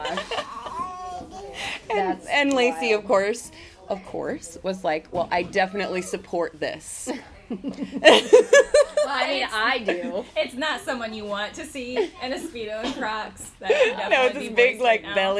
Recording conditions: sounds in the background